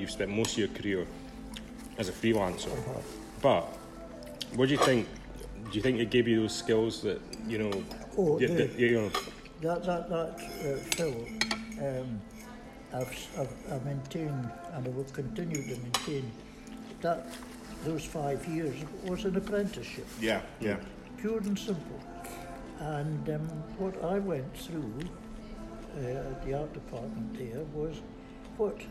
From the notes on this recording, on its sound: Warning: some mild swearing and background noise!